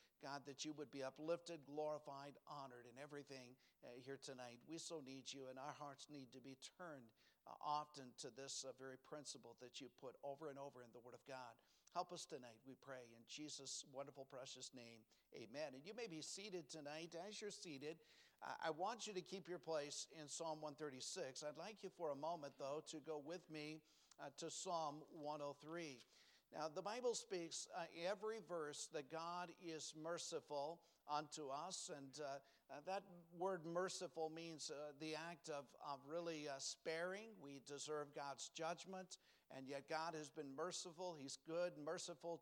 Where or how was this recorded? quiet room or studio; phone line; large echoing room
large echoing room